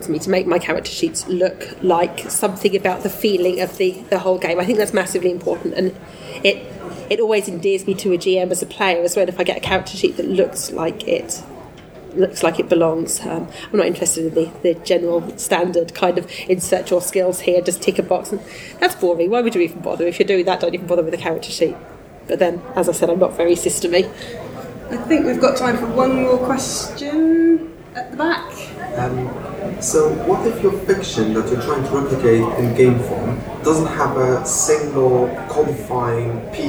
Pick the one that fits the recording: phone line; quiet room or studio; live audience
live audience